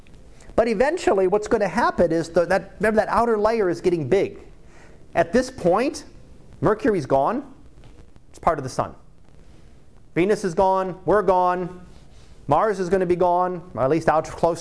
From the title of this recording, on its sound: Live Class Lecture